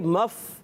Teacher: آواز جاری رہے گی، سانس بھی جاری رہے گا، مگر کیا ہے اس میں کلکلا نہیں ہوگا · Term: فا